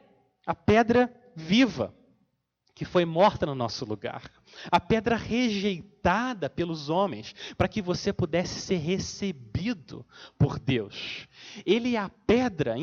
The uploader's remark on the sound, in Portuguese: Mensagem gravada na Igreja Batista Jardim Minesota